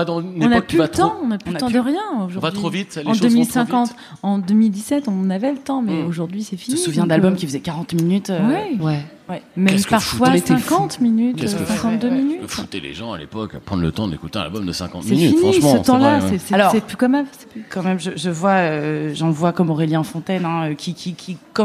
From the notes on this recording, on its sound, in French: Enregistré en public à la Gaîté Lyrique.